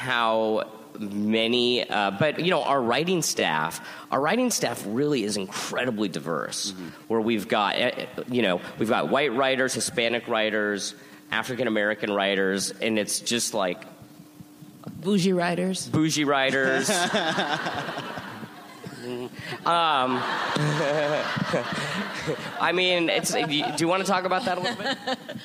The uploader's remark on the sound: Recorded at ATX Television Fest in June 2015.